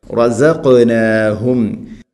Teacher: റസഖ്നാഹും അല്ല, റസഖ്നാഹും, ഹ തൊണ്ടയുടെ താഴെ ഭാഗം